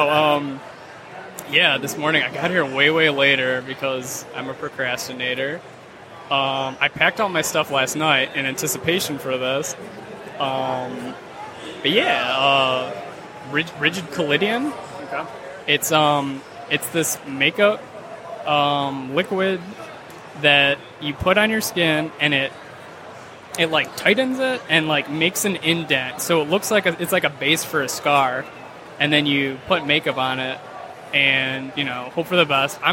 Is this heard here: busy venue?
yes